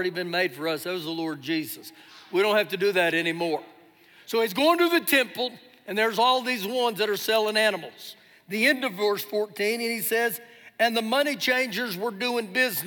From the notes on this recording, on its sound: Recorded live during our Sunday morning service.